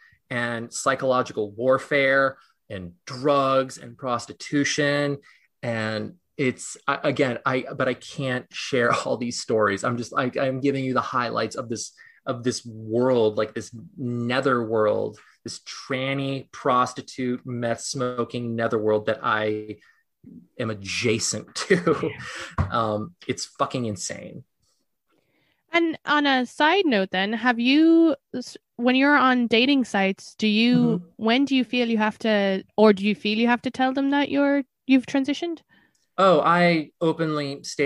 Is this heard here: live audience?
no